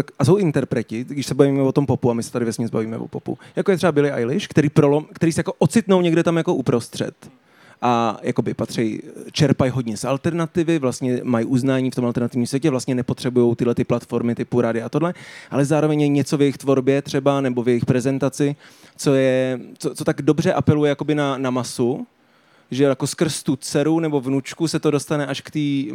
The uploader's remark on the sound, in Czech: na stage festivalu United Islands